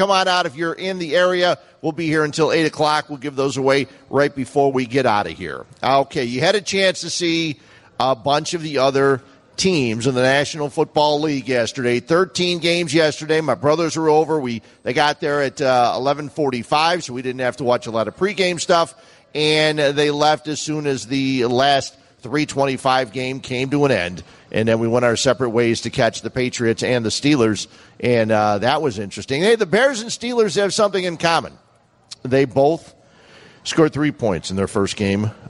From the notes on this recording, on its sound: LIVE from Bannerman's Sports Grill